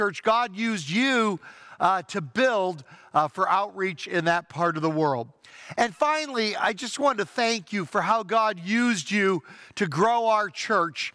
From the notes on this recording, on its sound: Traditional Worship (In-Person Service)